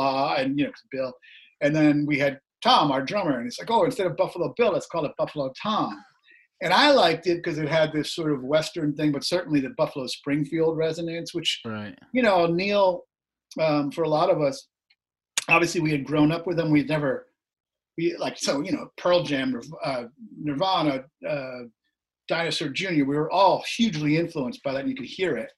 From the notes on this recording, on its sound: we got to zoom it up